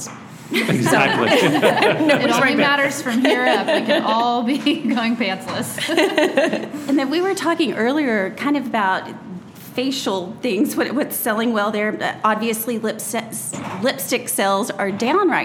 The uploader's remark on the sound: Live at TOOTSIES. We had the pleasure of recording live at one of our favorite neighborhood boutiques, Tootsies.